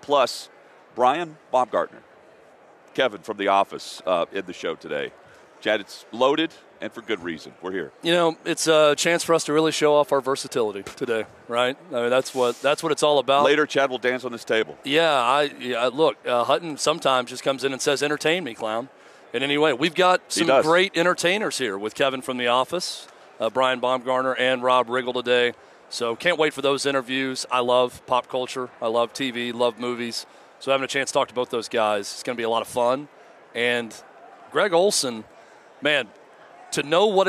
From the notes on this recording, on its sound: Live in Las Vegas. Live from Radio Row.